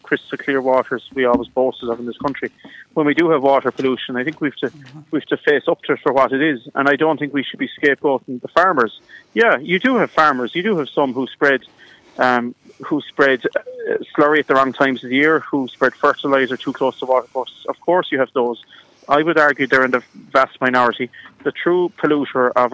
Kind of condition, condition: link, phone line